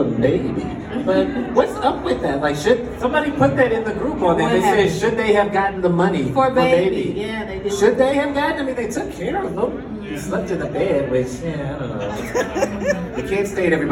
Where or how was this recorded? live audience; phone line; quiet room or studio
live audience